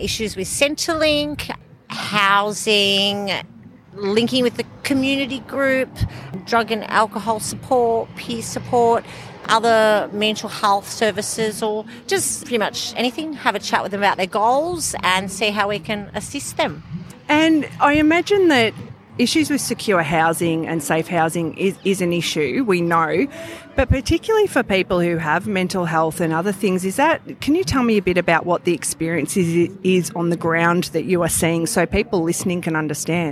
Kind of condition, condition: setting, busy venue